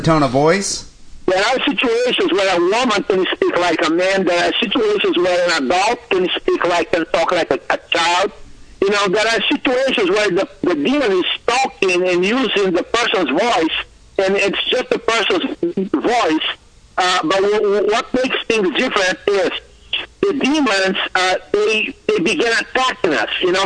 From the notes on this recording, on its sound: Phone calls and emails.